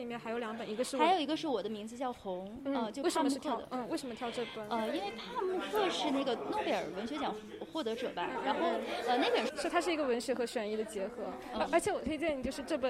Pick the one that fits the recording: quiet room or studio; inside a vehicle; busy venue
busy venue